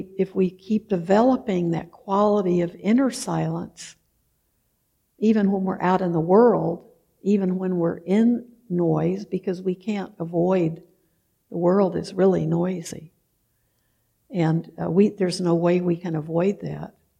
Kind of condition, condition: setting, large echoing room